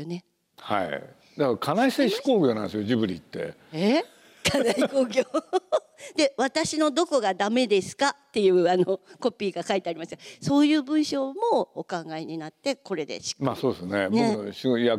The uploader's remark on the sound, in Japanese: 8月2日に東京国際フォーラムで行われた、第70回全国幼児教育研究大会東京大会のスペシャルトーク